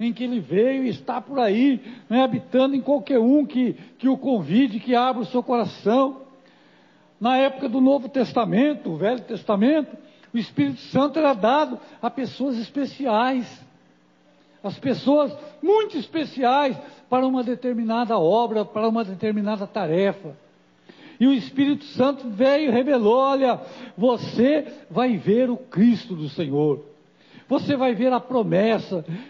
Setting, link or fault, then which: setting, large echoing room